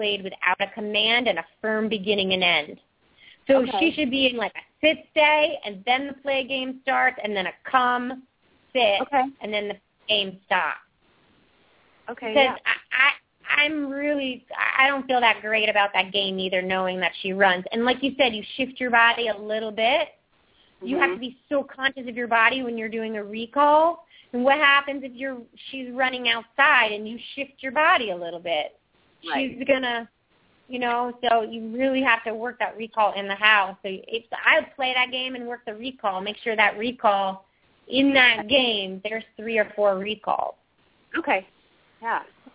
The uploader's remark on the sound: open up the lines for listeners to call